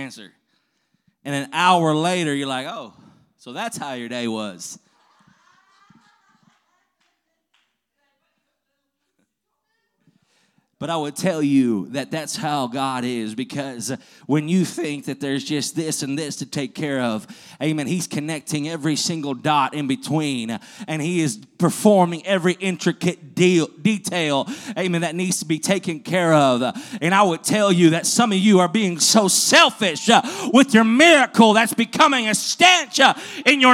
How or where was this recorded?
large echoing room